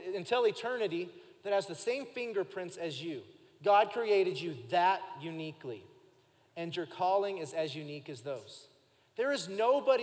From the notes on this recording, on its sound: Recorded live during our Sunday morning service